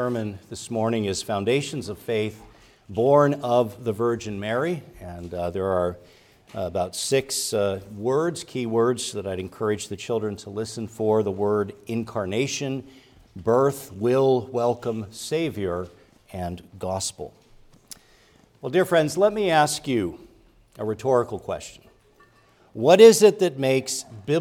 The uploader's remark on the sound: preached at Grace Orthodox Presbyterian Church in Sewickley, PA, during the morning Worship Service on Sunday, December 17, 2023